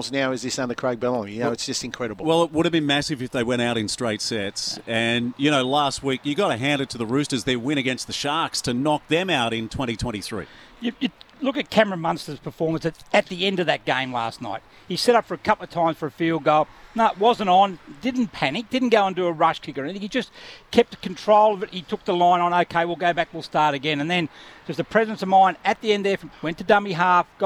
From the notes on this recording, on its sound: Live from the Donnica Clarke Foundation sponsor appreciation breakfast.